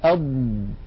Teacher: الضاد مكان اتكائها وضغطها هو هاتين المنطقتين، حافة اللسان اليمنى واليسرى، ولكن أيضا بقية أطراف اللسان تشارك، ولكن لا ليس عليها اتكاء وضغط. · Term: حرف الضاد